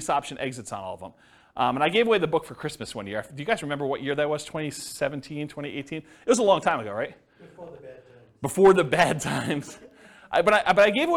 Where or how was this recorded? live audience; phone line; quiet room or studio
live audience